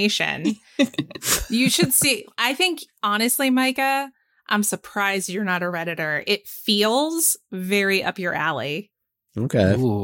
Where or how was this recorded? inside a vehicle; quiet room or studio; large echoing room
quiet room or studio